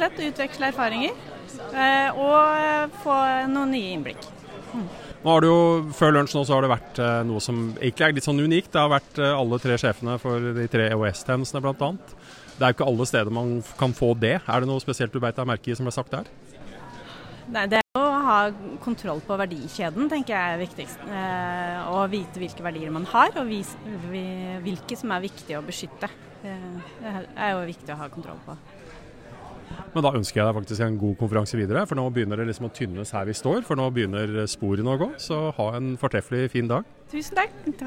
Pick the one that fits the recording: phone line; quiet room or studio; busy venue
busy venue